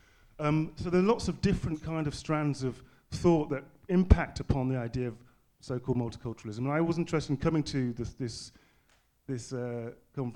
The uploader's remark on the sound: The question and answer session from the panel discussion 'A National Narrative?'.